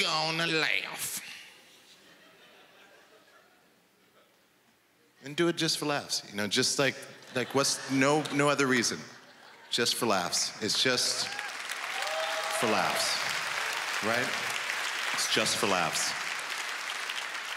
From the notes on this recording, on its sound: stand up from the Just For Laughs Festival in 2015